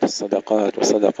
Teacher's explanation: ترقيق الدال بين الصاد والقاف المفخمين